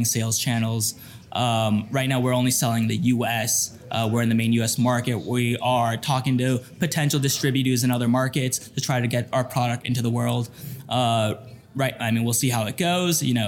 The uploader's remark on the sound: NBBQA Conference - Day 1. In this episode, you’ll find a collection on interviews I recorded on the Thursday - the first day of the conference sessions.